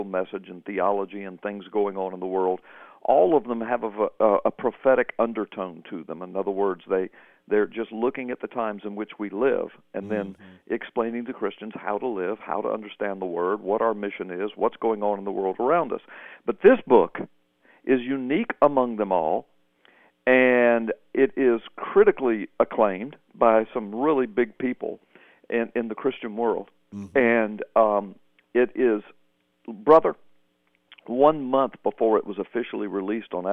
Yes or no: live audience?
no